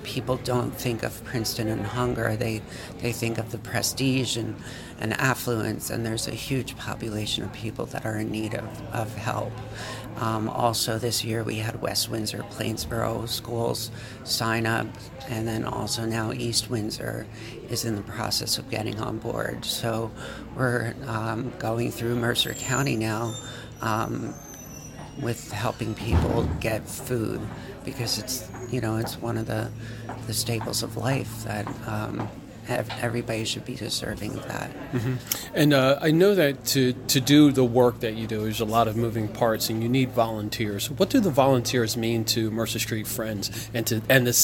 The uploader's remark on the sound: during the Mercer Street Friends Community Schools Mini Conference in Trenton NJ